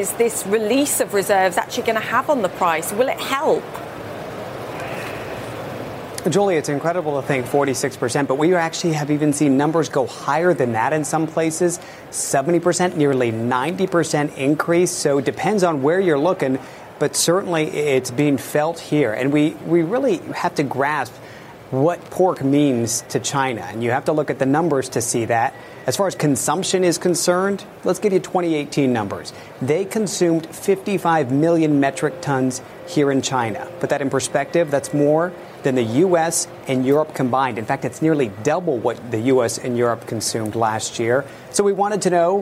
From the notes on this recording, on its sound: live from the New York Stock Exchange